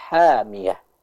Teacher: huruf ha-nya bisa sedikit disempurnakan lagi, yaitu keluar dari tenggorokan bagian tengah secara bersih. Tadi yang kami simak itu masih ada tercampur sedikit dengan huruf kho Ibu ya.